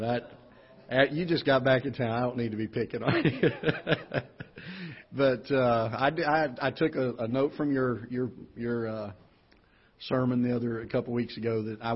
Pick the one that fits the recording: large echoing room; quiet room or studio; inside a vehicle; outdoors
large echoing room